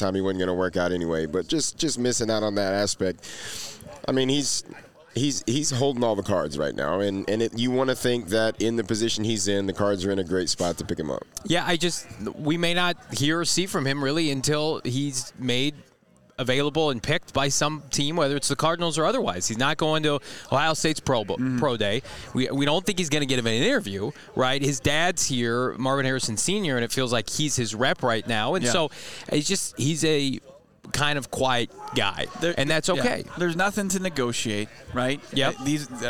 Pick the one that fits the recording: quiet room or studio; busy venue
busy venue